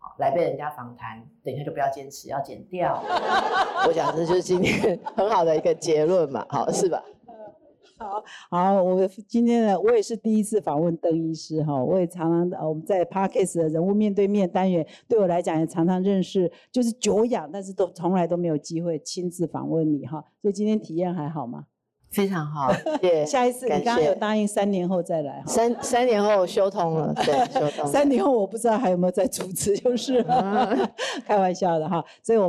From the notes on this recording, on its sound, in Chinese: 這次訪談是哈Pod首次公開錄製。開放60多位粉絲現場參與並提問。